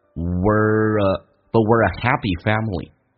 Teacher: We are 可以说成 W 加个儿化音， W 加个儿化音变成 we're 就不是 we are 了